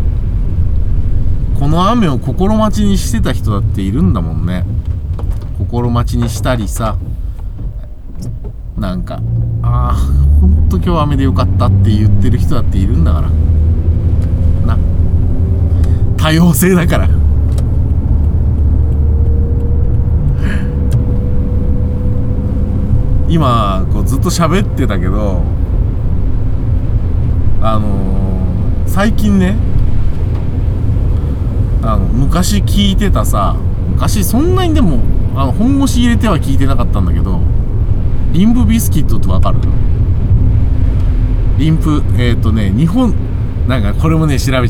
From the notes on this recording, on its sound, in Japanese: 君は助手席で眠っていて。急に深いこと言いだす中年男性が雨の中車を走らせる音声。この収録タイミングの雨ほんとひどかったです。車の走行音と運転手の声を遠くに聞きながら、ぼんやりとまどろんでいただくことを目的にした音声です。